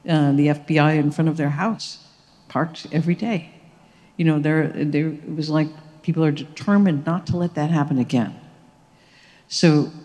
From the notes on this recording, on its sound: As part of a live event recorded last year during the Chicago Humanities Festival.